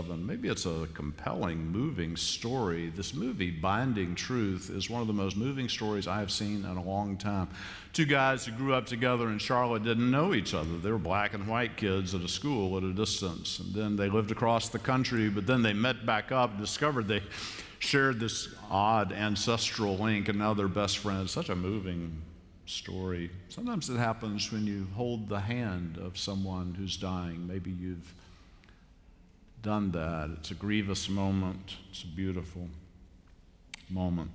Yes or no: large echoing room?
yes